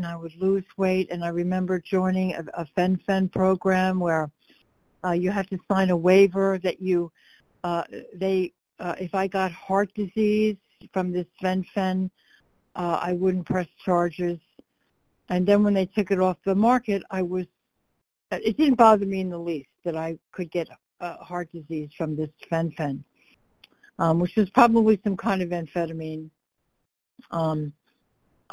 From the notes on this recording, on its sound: 100 Pounders Phone Meeting